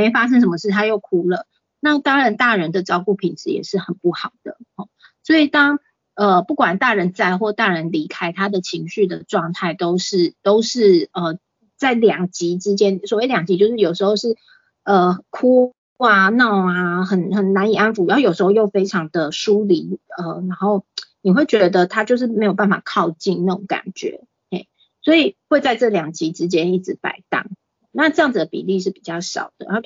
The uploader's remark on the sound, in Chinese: 講座錄音。此為線上課程錄音檔！